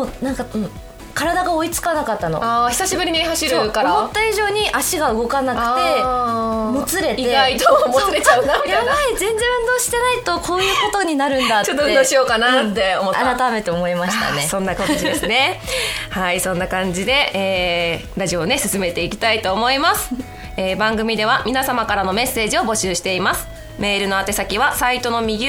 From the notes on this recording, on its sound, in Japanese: 1年ぶりとなる公開収録が開催されました